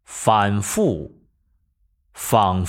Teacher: 唇齿因，佛。唇齿因，佛。气流成祖时，要注意上齿和上唇靠近。力量应该集中在上门齿和下唇内缘。由于佛是擦音，上齿和上唇靠近，但是没有完全闭塞。气流摩擦成声，声带不振动。 · Term: 唇齿轻擦音